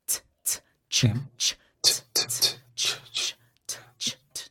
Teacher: t, t, t is in the front. Ch, ch is slightly back.